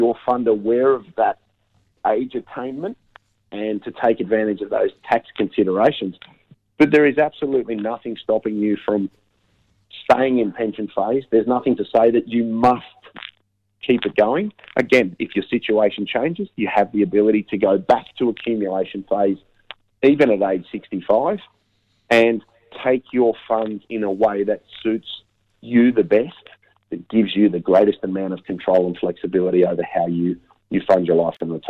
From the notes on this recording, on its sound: Unfortunately with Canberra in a Covid lockdown. By phone this week.